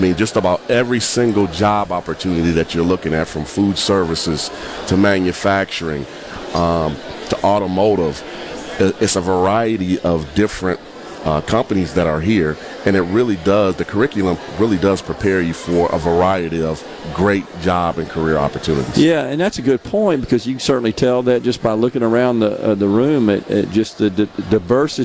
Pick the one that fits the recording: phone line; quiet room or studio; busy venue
busy venue